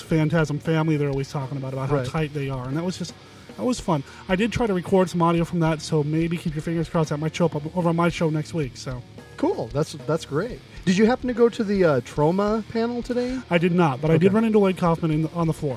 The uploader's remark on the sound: complete coverage of Crypticon 2009, live from Seattle!